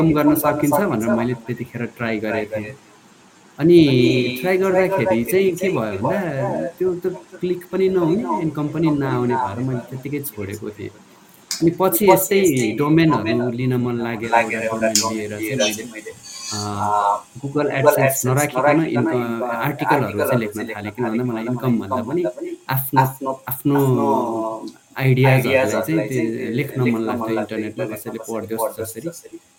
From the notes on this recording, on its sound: Apologies for the sound quality!